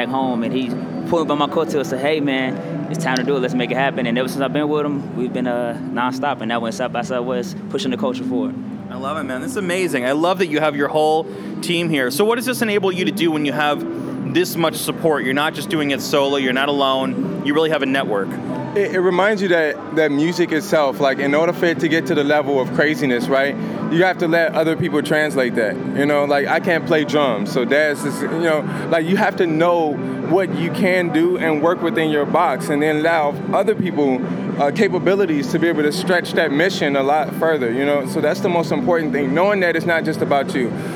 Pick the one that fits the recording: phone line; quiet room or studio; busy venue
busy venue